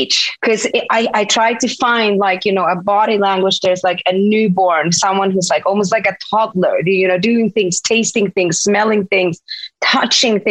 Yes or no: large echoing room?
no